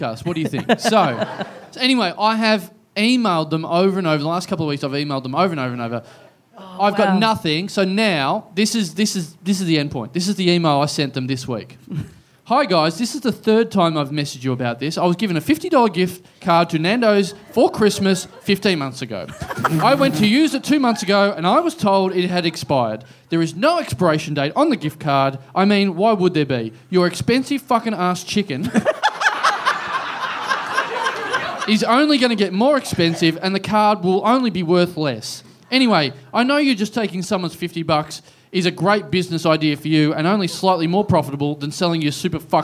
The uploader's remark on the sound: Recorded LIVE at Heya Bar in Brisbane on Sunday, March 20 2016.